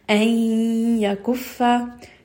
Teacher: Noon sakin is merging with the ya while still going up into the nose. · Term: idgham with ghunna